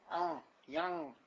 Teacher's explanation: In Sephardic and Yemenite, the Ayin is a bit more guttural.